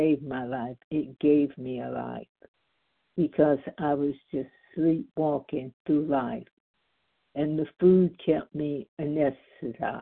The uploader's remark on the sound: the 100 Pounders Phone Meeting